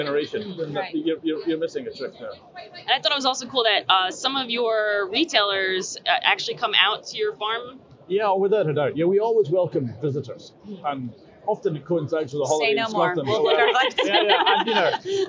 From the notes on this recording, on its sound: Live From Seafood Expo Global. Recording directly from the Scotland Pavilion in Hall 2, on the second day of the Barcelona show.